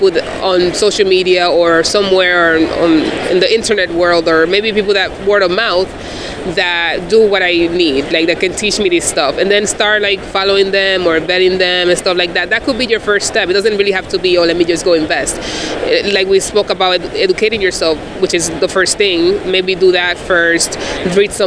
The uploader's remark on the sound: LIVE from the conference floors of FinCon22.